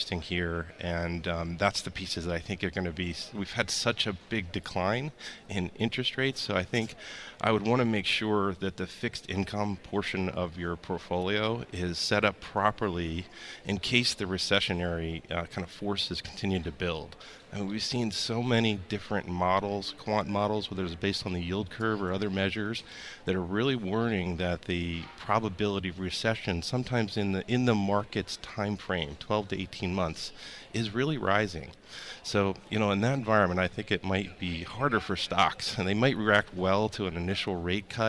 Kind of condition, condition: setting, busy venue